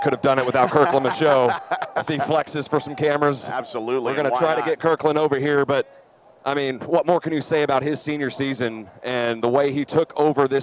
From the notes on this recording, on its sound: Enjoy the final call and the post game show live from AT&T Stadium